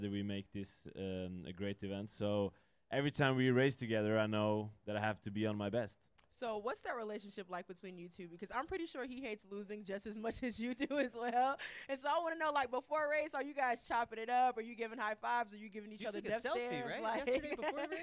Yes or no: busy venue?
yes